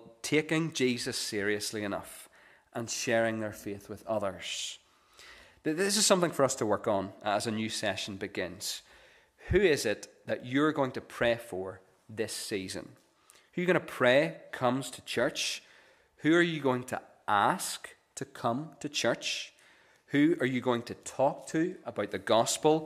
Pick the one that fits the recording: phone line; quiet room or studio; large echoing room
large echoing room